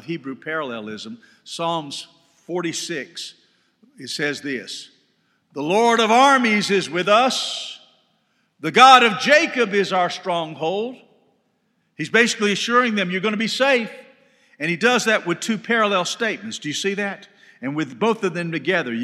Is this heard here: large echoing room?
yes